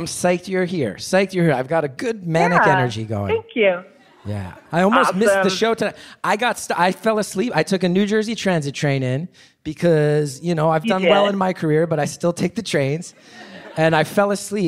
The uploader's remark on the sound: Live from Beaut/Con. The live Beautiful/CONonymous recording in Brooklyn.